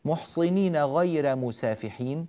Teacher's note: ننبه إلى ترقيق الراء، والراء هنا مفتوحة وجاء قبلها ياء ساكنة، وبالتالي فحكمها الترقيق لورش من طريق الأزرق، وقد شرحنا أحكام الراءات بالتفصيل التام مرتين قبل ذلك، مرة في دورة التجويد ومرة في شرح هذا الباب من كتاب الدرر اللوامع.